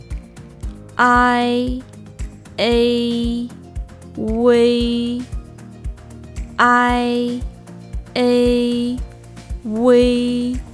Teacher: La apertura de la boca pasa de grande a pequeña. · Term: vocales compuestas